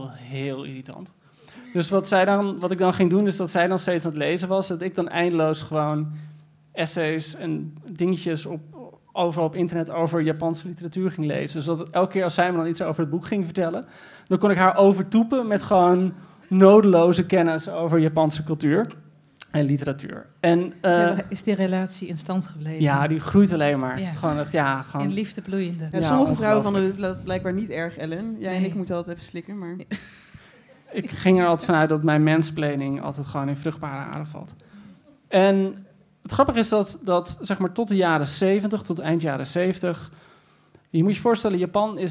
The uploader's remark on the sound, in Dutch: We trappen het nieuwe seizoen af met een liveshow! Tijdens het Das Mag Festival organiseerde Boeken FM een heuse XXL-leesclub en nam deze podcastaflevering op.